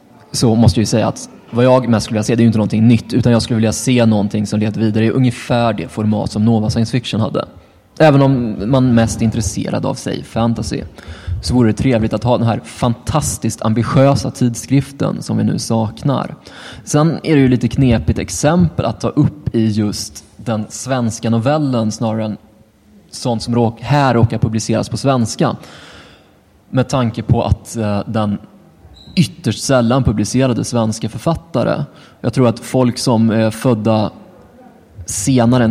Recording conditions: busy venue